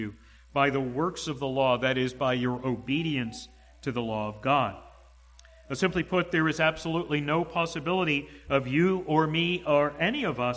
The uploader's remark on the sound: to the congregation at the Manchester Reformed Presbyterian Church of New Kensington, PA